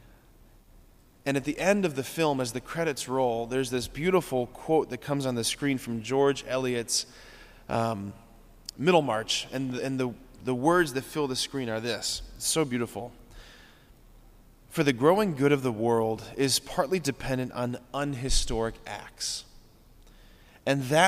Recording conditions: large echoing room